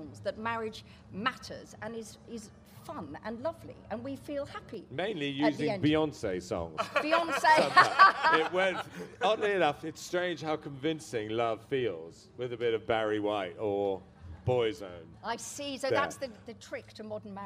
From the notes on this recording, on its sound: Live from Latitude. Brings you the highlights of our live events from the literature tent at Latitude festival.